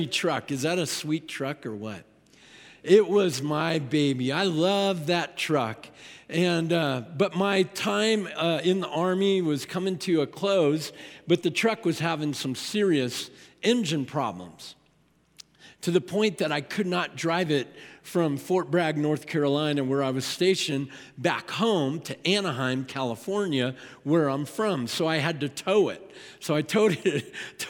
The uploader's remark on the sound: At Timberline Church. Live.